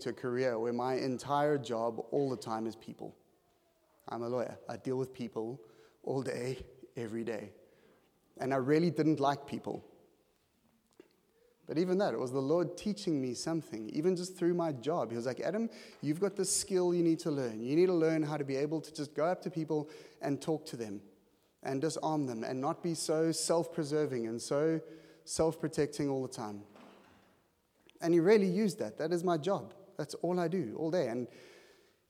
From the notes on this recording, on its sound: at Joshua Generation Church Milnerton congregation